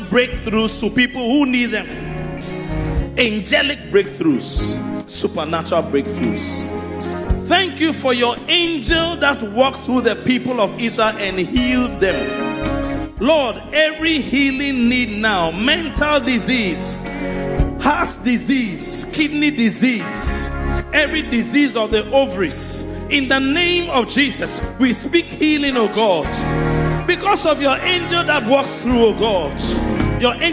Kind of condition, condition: setting, large echoing room